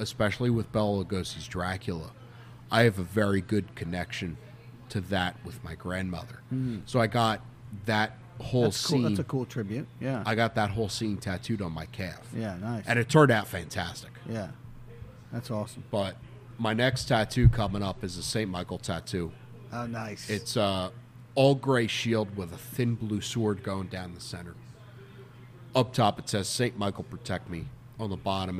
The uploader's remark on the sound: this was the first episode to be recorded in the Liga Privada Lounge of the Wooden Indian Tobacco Shop